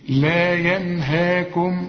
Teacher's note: برضو كل الكلمة مرققة، وفي نهاية الهاء ده ألف